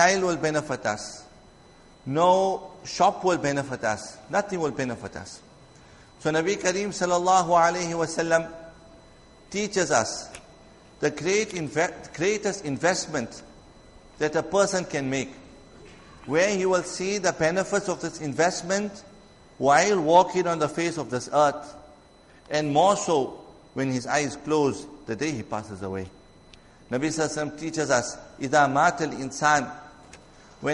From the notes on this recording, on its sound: Jumuah lecture